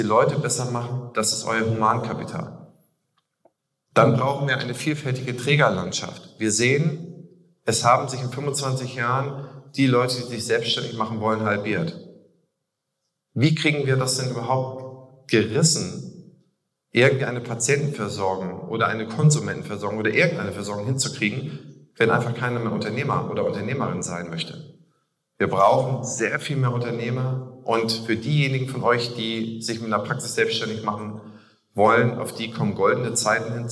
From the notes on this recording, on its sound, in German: Außerdem hört ihr meine Keynote von der Opti Summer School 2023